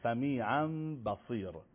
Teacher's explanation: وقتی نون به با میرسه تبدیل به میم میشه · Term: اقلاب